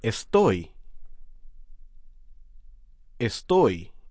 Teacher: Notice the forceful sound on the last syllable of estoy.